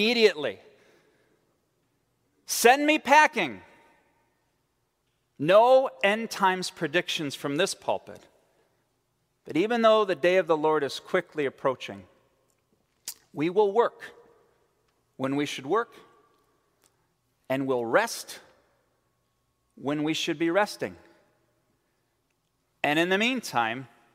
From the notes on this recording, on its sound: At Central Reformed Church in Grand Rapids, Michigan.